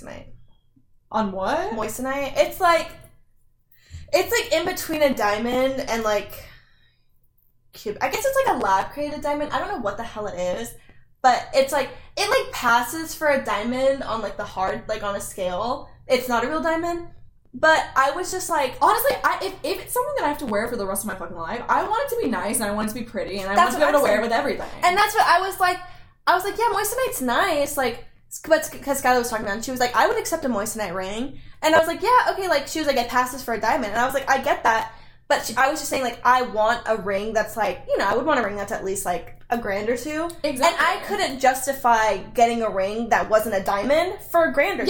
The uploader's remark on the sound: if you hear microphone issues